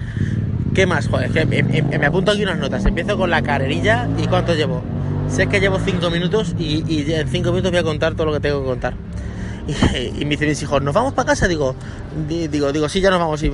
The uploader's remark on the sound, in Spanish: el podcast de hoy grabado en el parque